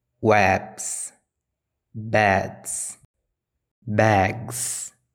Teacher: examples of voiced sounds that cause the plural S to be pronounced as z, b, d, g, l, r, w, m, v.